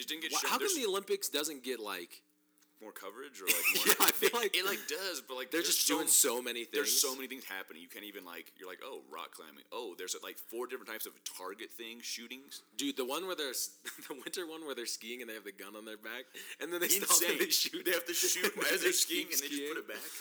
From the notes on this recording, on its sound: Apologies for the sound volume !